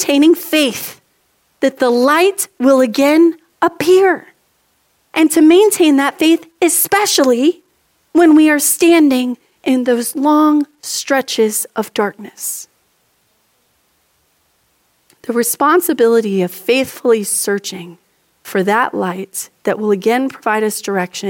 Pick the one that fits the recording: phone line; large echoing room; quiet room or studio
large echoing room